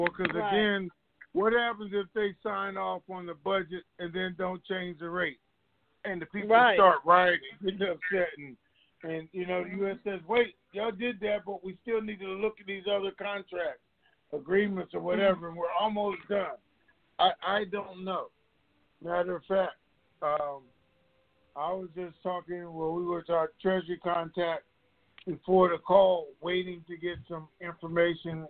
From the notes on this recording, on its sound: TNTSuperfantastic Conference Call.